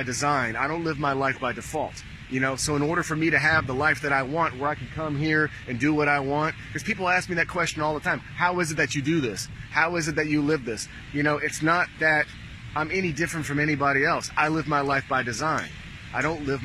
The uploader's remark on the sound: Live from Pattaya Beach, Thailand